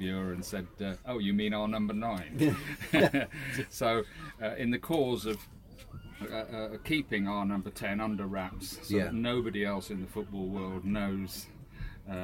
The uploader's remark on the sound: The Podcasters log off and head for the beach, where the week's Plainmoor news and gossips is punctuated by the gentle sounds of passing holidaymakers, lapping waves and chihuahua-hunting seagulls.